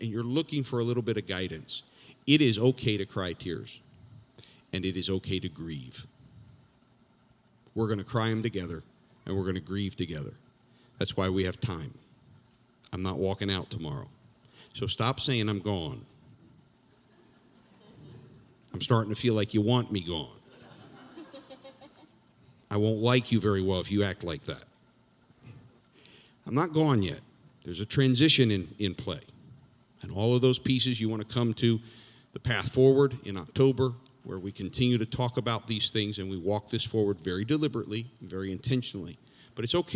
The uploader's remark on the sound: This JAT was recorded live on Sunday, October 3rd, 2021 at Newark UPC.